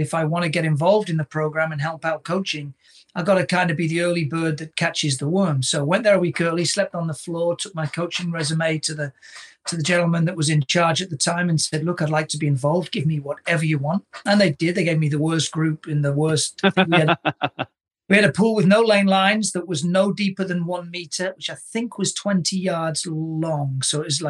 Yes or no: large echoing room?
no